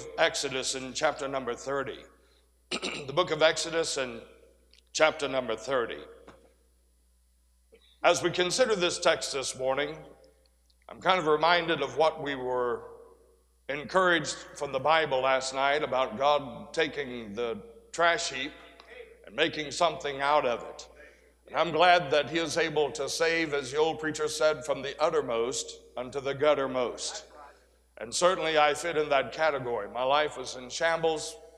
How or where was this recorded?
large echoing room